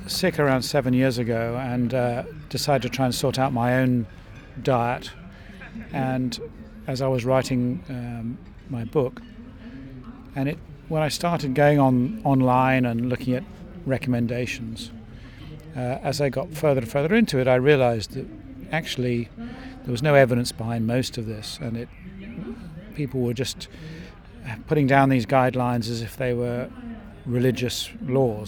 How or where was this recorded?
busy venue